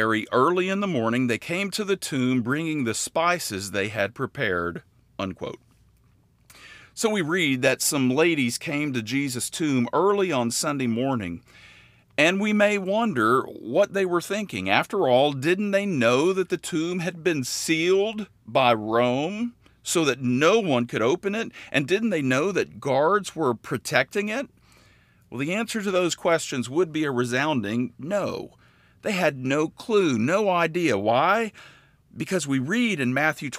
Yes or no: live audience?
no